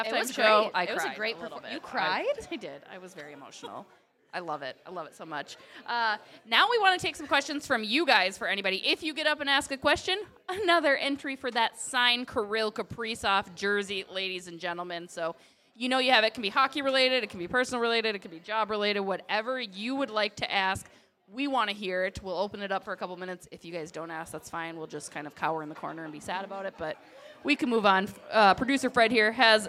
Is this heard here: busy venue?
yes